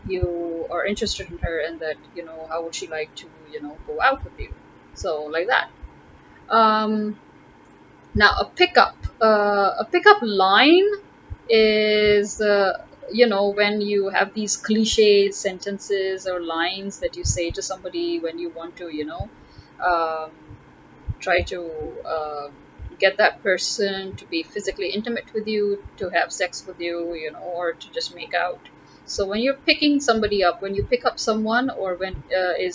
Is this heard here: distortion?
yes